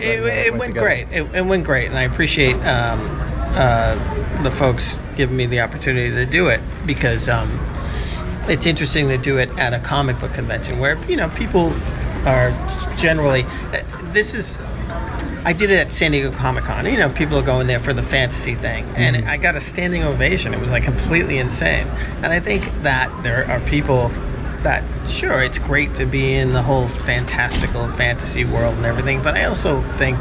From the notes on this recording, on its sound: Live at MICE. Head to the Massachusetts Independent Comics Expo (MICE) in Cambridge, Mass.